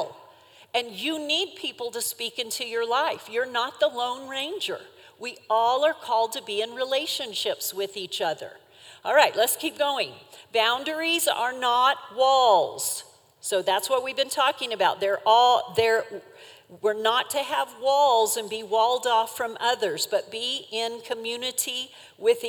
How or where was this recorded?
live audience